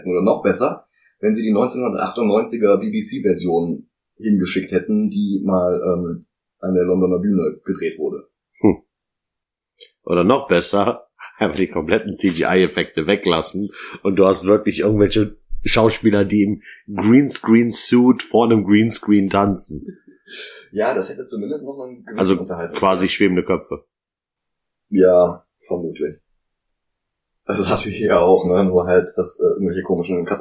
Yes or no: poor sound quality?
yes